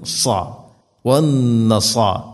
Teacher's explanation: സാ, നാവിൻ്റെ മധ്യഭാഗം അണ്ണാക്കിലേക്ക് ഉയർന്നു നിൽക്കണം. · Term: സാദ്